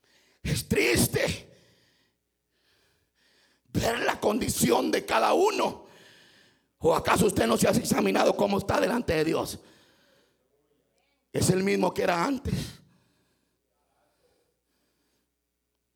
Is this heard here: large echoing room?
yes